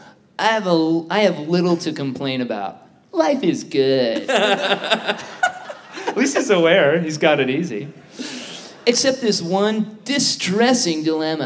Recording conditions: live audience